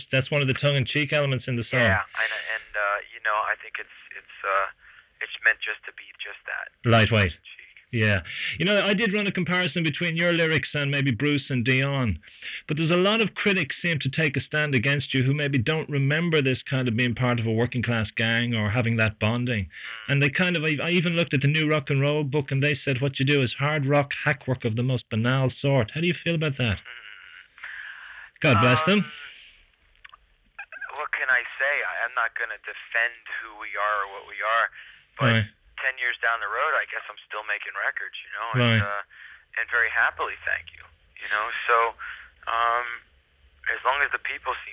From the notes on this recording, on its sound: This is an interview I did over the phone in 1993 for The Irish Times.